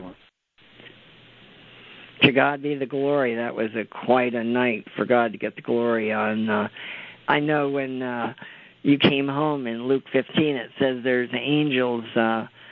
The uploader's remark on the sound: CONFERENCE CALL.